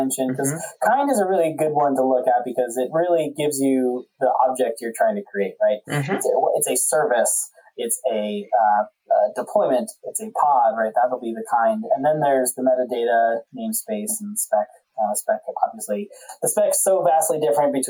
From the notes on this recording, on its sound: NOTE ON AUDIO ISSUES: we had some audio difficulties this episode, these will be fixed in future episodes.